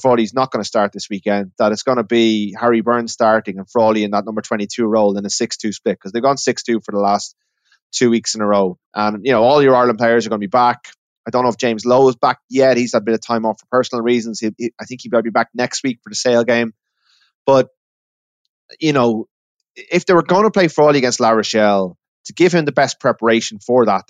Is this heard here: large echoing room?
no